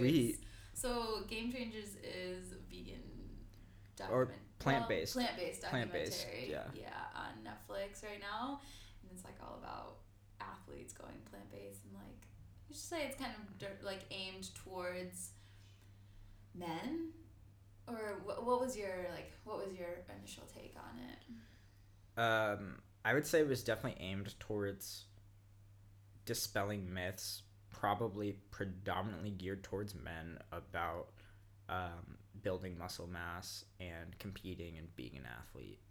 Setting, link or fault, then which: fault, sounds in the background